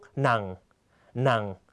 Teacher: เสียงจะต่ำและตกลงในตอนท้ายนะครับ